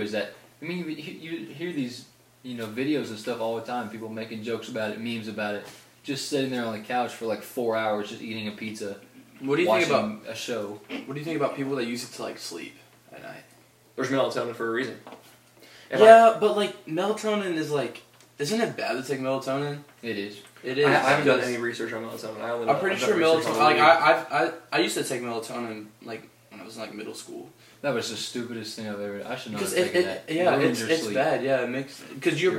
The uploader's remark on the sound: Microphones didn't record, so we used camera audio